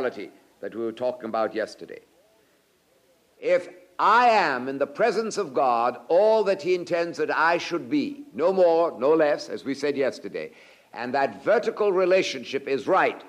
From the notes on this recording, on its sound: presented at Moody Keswick Bible Conference 1984